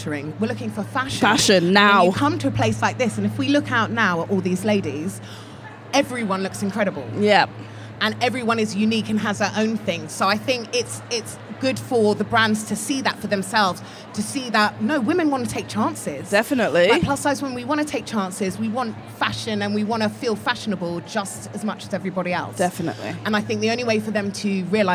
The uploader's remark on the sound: Live at the Curve Fashion Festival 2019. We headed to the Curve Fashion Festival in Liverpool, England.